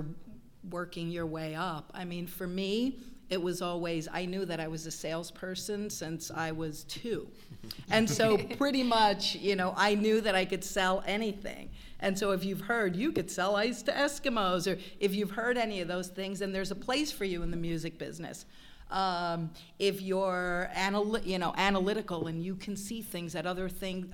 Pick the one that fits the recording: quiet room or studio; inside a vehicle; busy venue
busy venue